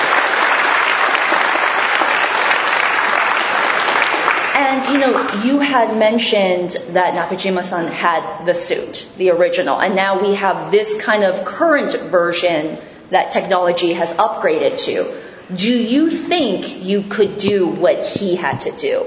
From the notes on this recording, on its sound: If you couldn’t make it to Chicago this past July, fret not, we got you covered! Standing room only panel from the con.